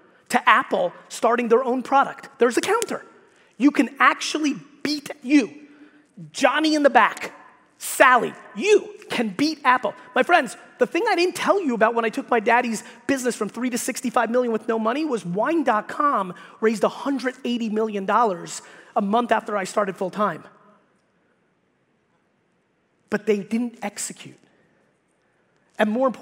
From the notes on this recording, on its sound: keynote that I gave at the Hearing Innovation Expo in Las Vegas